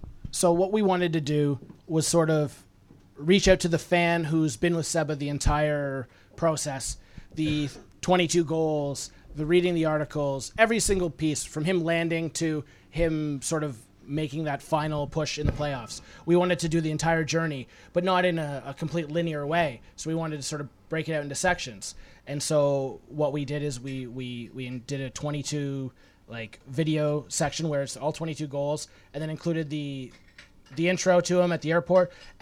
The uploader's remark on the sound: Recorded at Opera Bob's